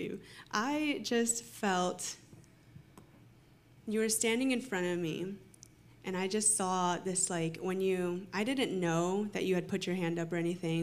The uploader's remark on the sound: Recorded sunday evening service at Reunion Hawaii